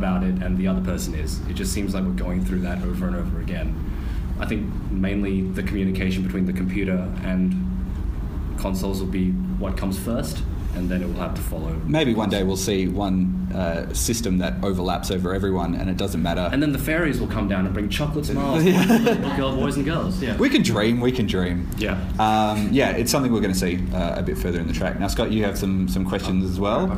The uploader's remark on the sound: LIVE from Perth Games Festival. For this milestone we brought the show to Perth Games Festival 2016 for a live panel!